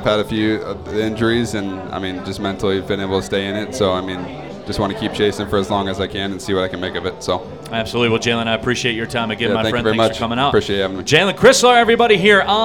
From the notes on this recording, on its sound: live from the City Clubhouse!